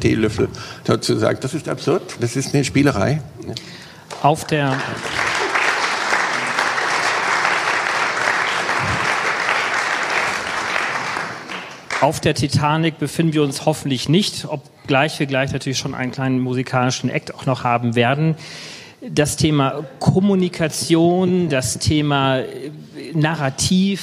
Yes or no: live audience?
yes